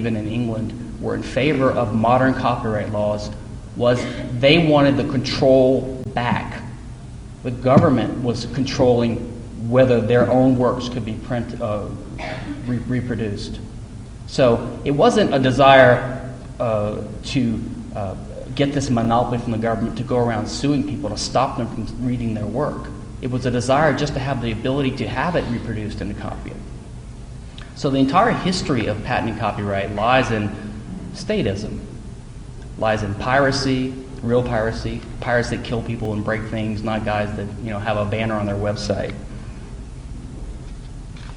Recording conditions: live audience